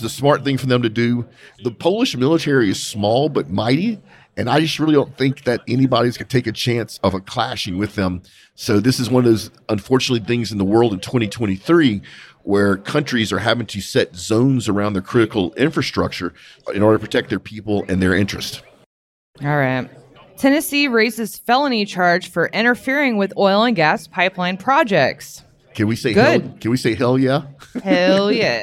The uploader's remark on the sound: Live from the SPE Oil and Gas Symposium